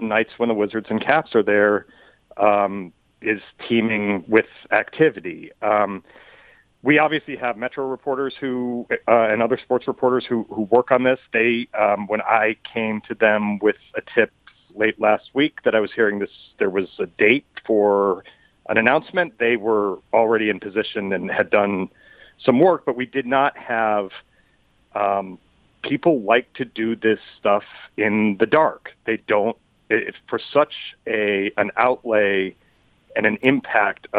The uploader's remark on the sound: Phones. Call in with their weekend picks.